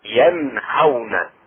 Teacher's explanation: ينهون إظهار النون الساكنة في الهاء